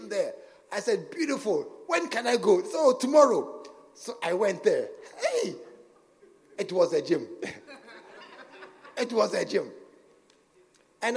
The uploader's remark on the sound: at the SAT Service, True Vine Cathedral, Bantama